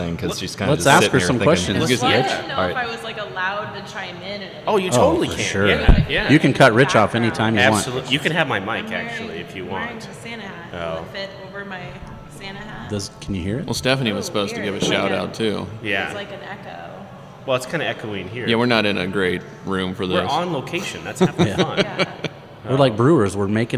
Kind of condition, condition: setting, busy venue